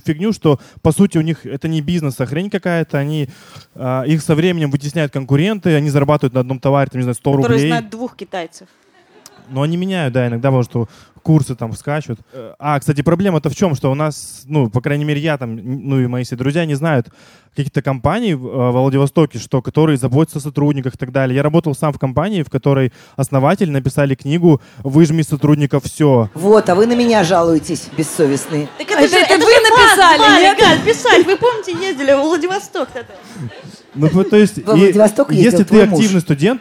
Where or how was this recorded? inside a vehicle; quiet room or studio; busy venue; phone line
busy venue